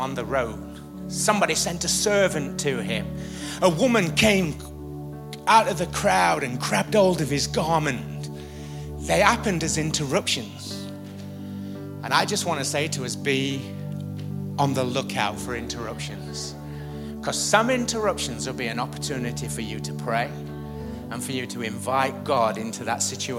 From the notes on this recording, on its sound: IKON Church. Recorded live at the Chesterfield Campus this is the message from the morning service.